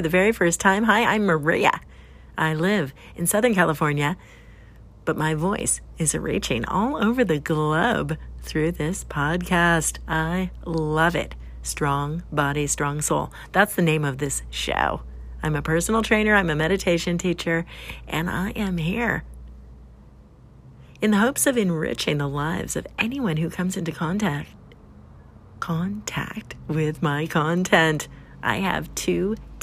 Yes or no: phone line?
no